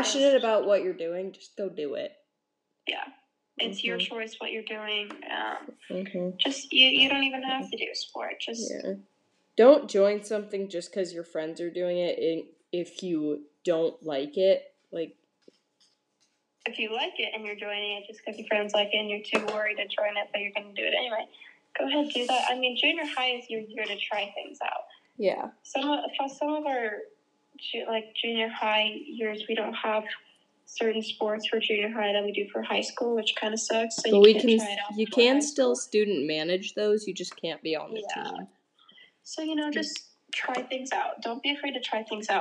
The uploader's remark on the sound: We know the audio quality for this episode is bad, I think we mentioned it in the episode but we recorded this on an iPad instead of a computer without our mic so that is why.